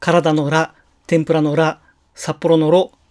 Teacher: 体のラ、天ぷらのラ、札幌のロというところでスペイン語のエレと同じ弾き音が現れることが多いです